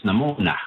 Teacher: with an N instead of the Y or the TH in there